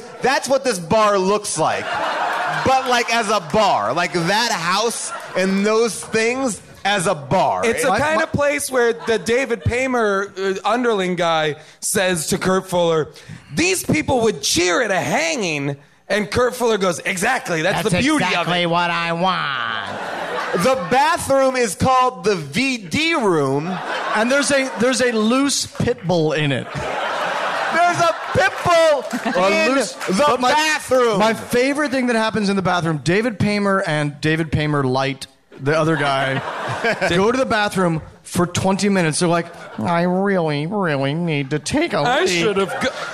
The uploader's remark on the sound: Recorded LIVE at Largo in Los Angeles